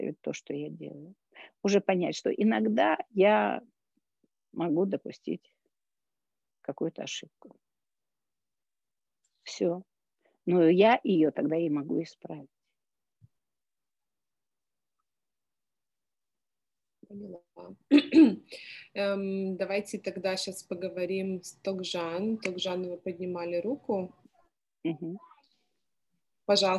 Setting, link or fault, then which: link, video call